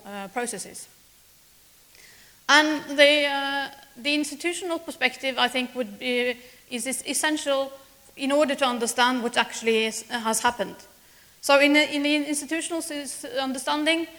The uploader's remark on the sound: speaks at SRHE Annual Research Conference 2016